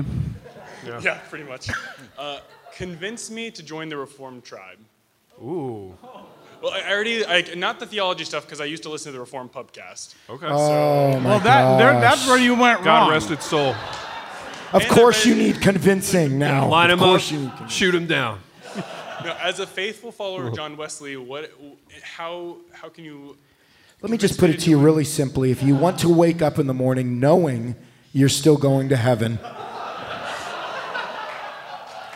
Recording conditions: live audience